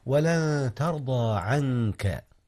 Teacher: ولن ترضى عنك، وهنا أيضا إخفاء يا أستاذنا، أخفي نون عن قبل الكاف